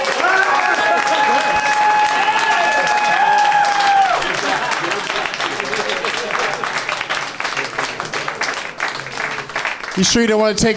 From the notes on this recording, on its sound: Live from the NerdMelt Showroom in Los Angeles